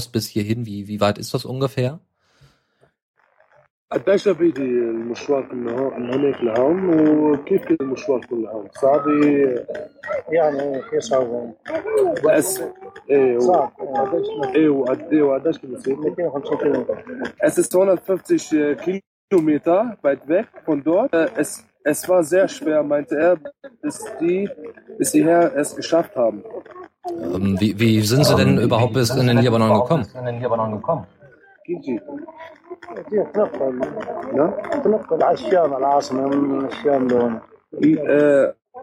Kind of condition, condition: setting, outdoors